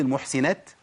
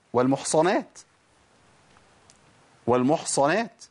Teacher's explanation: خد بالك السين ما تبدلش بصاد برضو